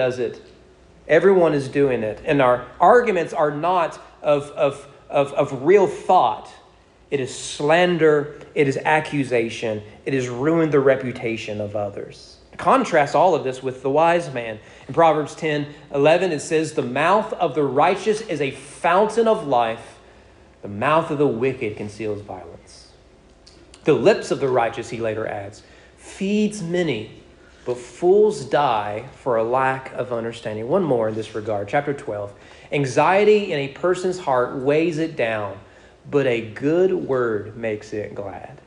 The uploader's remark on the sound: Sermon preached at East Frankfort Baptist Church on June 26, 2022.